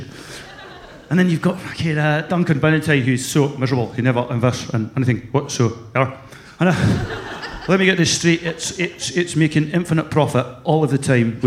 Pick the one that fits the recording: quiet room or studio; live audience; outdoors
live audience